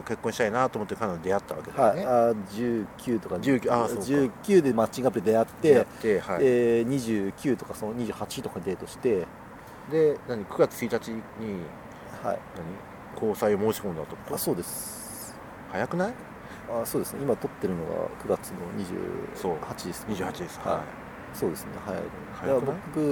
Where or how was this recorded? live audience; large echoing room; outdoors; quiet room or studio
outdoors